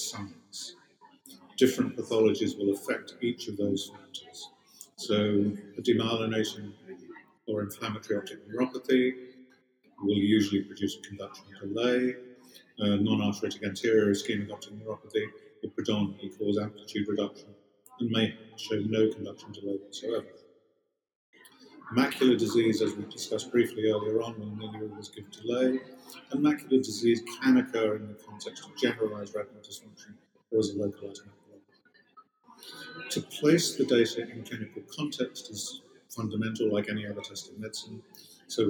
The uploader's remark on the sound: You will need to adjust your volume for this one! In this episode, we are recording from the NOSA 2018 meeting in Melbourne.